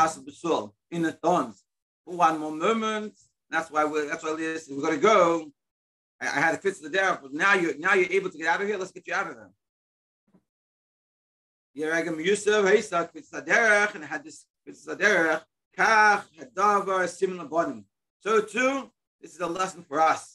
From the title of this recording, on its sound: Daily Zoom Shiur